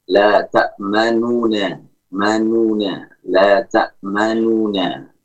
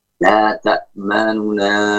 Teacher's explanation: Adapun ikhtilas itu nunnya tidak diucapkan dengan sukun. Nun yang pertama tidak diucapkan dengan sukun, namun diucapkan dengan dhammah dengan suara yang lemah. · Shown in: second take · Pengucapan dhammahnya tidak sempurna.